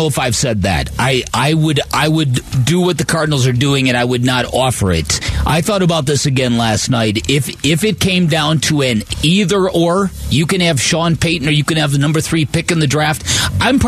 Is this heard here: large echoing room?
no